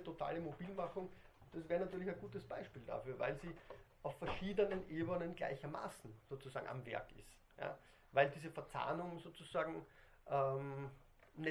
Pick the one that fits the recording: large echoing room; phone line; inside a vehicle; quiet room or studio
large echoing room